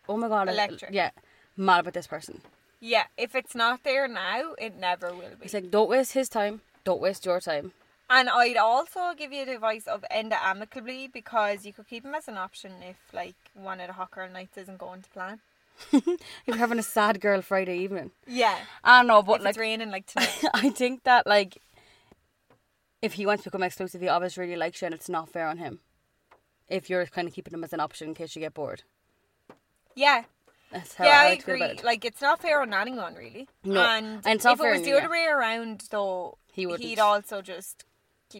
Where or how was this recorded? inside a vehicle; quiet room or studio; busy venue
inside a vehicle